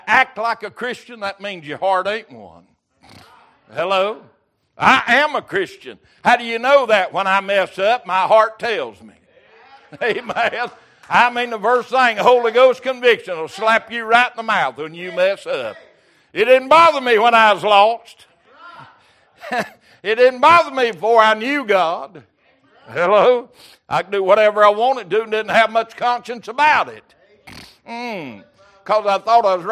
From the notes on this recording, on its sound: Recorded January 4th, 2023 - Wednesday Evening Service